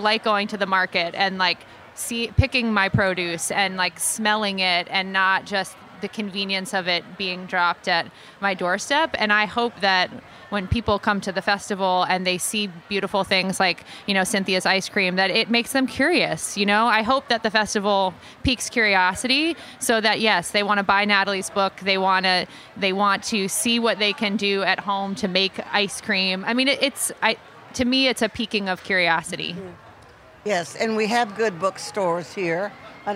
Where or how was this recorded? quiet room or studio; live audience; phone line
live audience